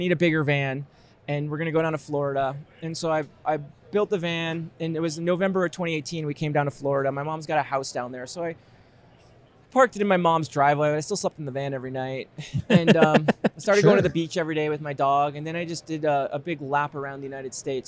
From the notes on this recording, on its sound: AIA 2019 Interview. Live from AIA 2019 our first interview is in the books.